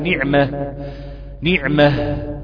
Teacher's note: لو وقفت عليها تقول نعمة، نعمة بالهاء لأنها تاء مربوط